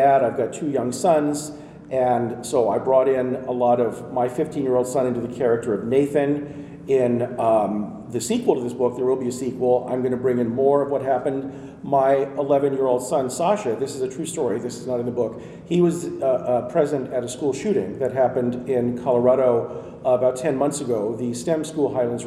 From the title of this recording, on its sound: LIVE from PLA 2020!